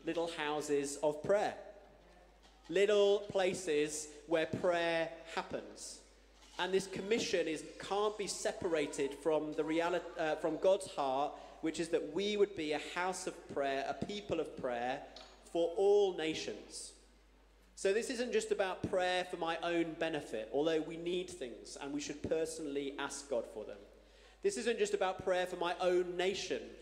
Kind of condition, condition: setting, large echoing room